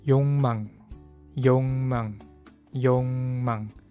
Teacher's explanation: Like dragon, but it's actually 욕. And it sounds like 용 because it's followed by the consonant 미음.